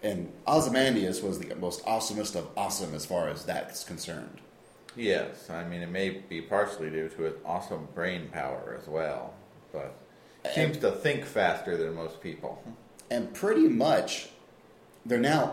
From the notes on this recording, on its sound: Deep within the underground (and also echo-y) OSMbunker